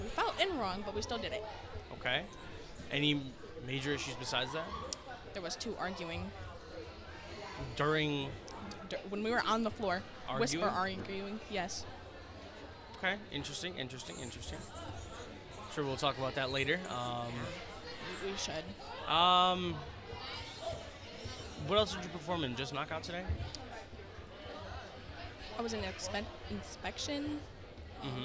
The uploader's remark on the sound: Live from the Michigan Drill Championship at Class Tech